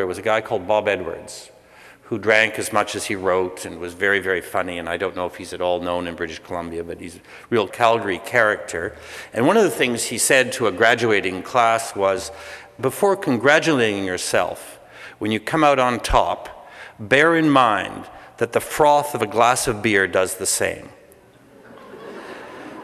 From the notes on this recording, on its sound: Speaking at the PLAN 20th Anniversary evening at Christ’s Church Cathedral in Vancouver, November 20, 2009. I was asked to record the evening.